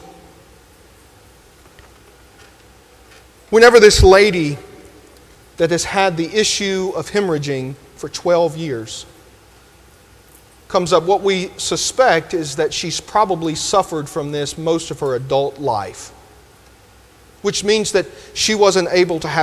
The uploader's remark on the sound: delivered this sermon at Grenada First UMC